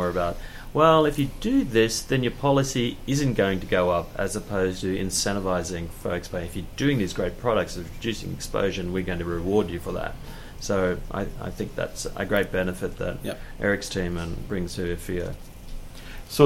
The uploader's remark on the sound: at the FEO 2018 Conference in Hamilton Ontario